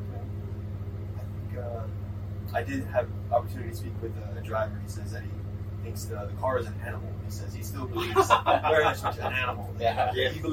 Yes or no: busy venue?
yes